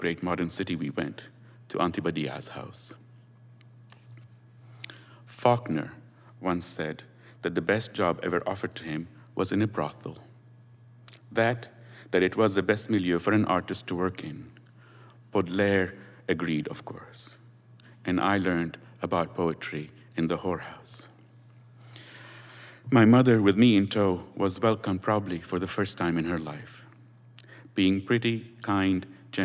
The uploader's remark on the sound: It was recorded on Oct 20, 2016 in front of a live audience at New York's 92nd Street Y.